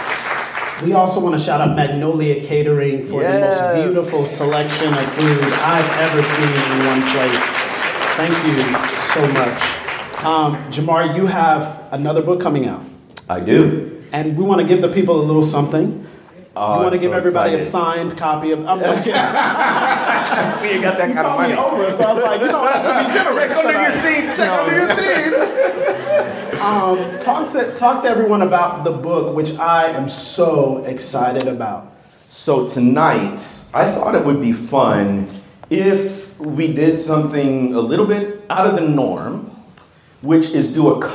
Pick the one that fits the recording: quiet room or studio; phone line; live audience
live audience